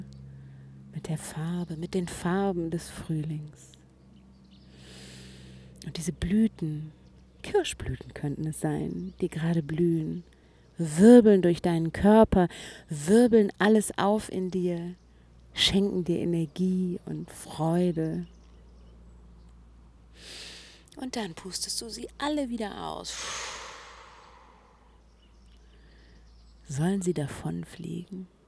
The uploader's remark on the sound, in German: Kleine Flucht auf einen Frühlingsspaziergang (Uckermark II). Und stell Dir vor, es ist die erste Episode, die ich im Freien aufgenommen habe. Alle Hintergrundgeräusche von Vögeln und leider auch einem Flugzeug ; sind echt. Sie lassen Dich voll eintauchen in die frühlingshafte Uckermark auf einem Spaziergang, der direkt hinter dem schönen Ferienhaus "Studio Uckermark" losgeht.